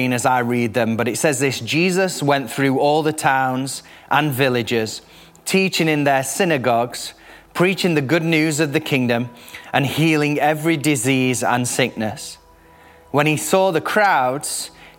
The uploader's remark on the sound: Recorded live at the Chesterfield Campus this is the message from the service broadcast.